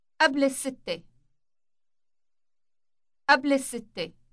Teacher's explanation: elongate the initial S sound in six